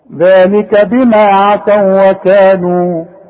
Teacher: عندي بقى واو وكلمة اخرى بتبدأ بواو. الواو الاولى ساكنة، الواو الساكنة انا معلش تشكيل، الواو التانية متحركة، فبندغم الواو دي في الواو دي بتبقى واو واحدة